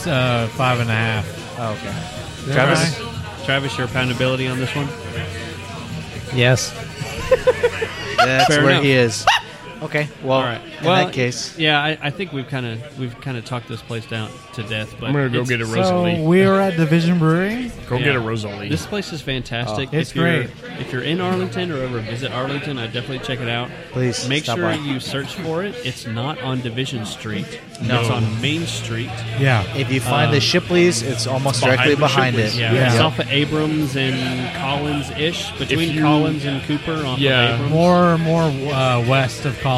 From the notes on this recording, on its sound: We spend some time at Division Brewing in Arlington, TX.